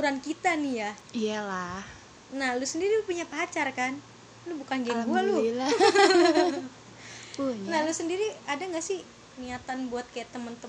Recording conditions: sounds in the background